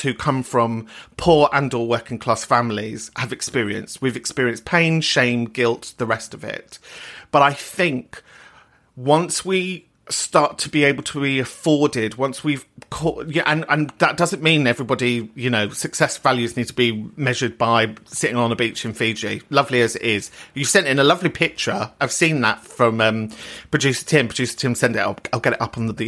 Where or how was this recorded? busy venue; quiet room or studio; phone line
quiet room or studio